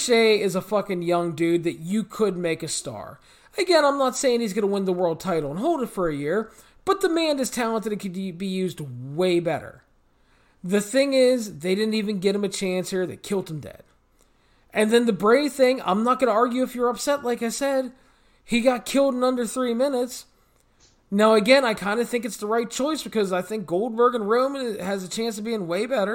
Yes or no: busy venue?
no